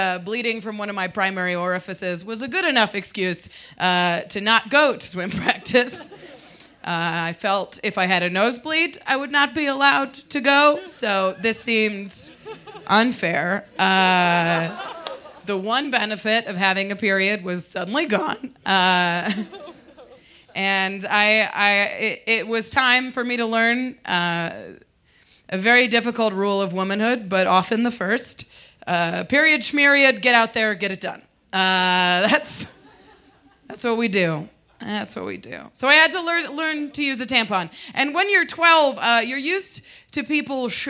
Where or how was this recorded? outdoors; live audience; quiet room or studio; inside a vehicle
live audience